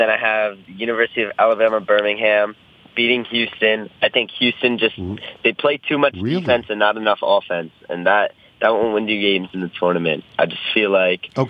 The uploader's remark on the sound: Phones. Calls in with his bracket.